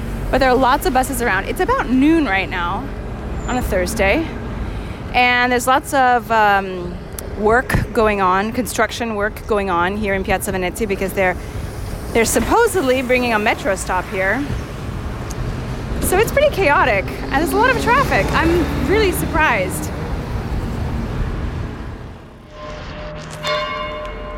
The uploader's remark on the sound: From the Spanish Steps to Piazza Venezia, from the Pantheon to Piazza Navona. Finds empty streets, chirping birds, and precious few residents out for a stroll. Walk around empty Rome, capturing the sounds she hears and describing the sights she sees, from a deserted Trevi Fountain to church bells at noon ringing for (almost) no one to hear.